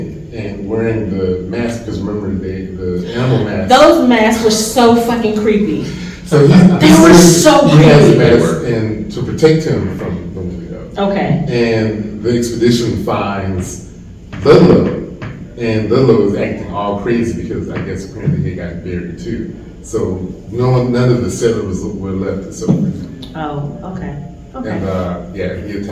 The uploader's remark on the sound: Recorded live from Monsterama Con in Atlanta.